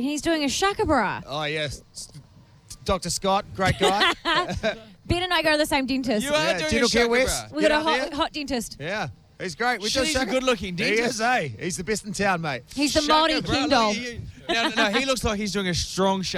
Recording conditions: busy venue